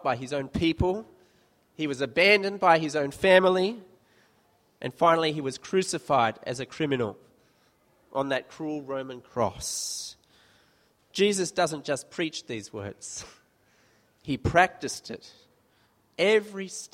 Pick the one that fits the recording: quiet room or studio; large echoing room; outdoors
large echoing room